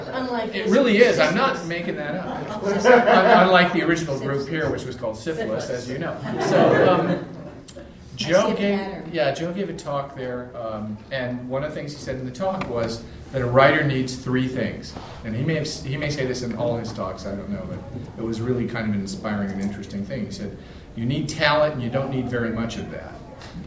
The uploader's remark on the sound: ICON panel. This panel at ICON in Cedar Rapids, IA, 2013.